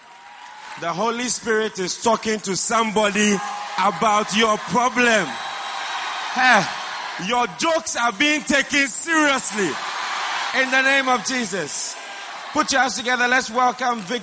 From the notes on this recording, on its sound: Preached at the First Love Center.